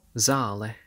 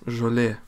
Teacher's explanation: Notice that the L sound is palatalized in the Lithuanian word. · Shown in: second take